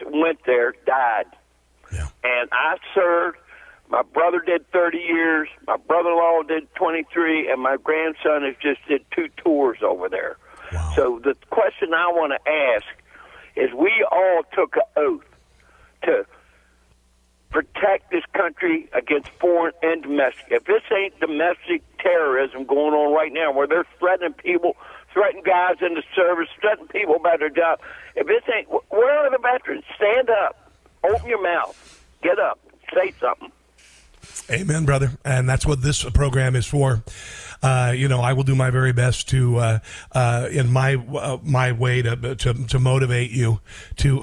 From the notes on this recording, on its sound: Veteran's Day Call-Ins. Takes phone calls from several listeners and a few veterans.